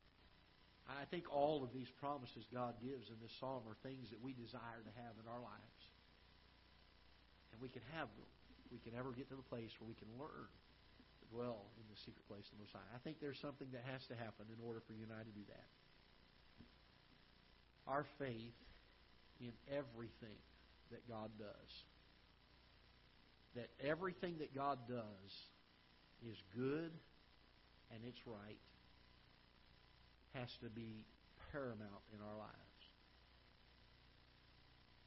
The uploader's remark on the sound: Ketha Heights Baptist Church ~ Live Broadcast